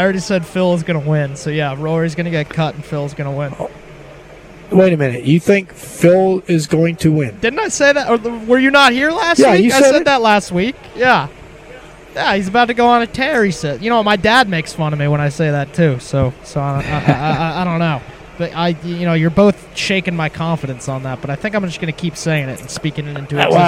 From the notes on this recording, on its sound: LIVE from Terry Thompson Chevrolet!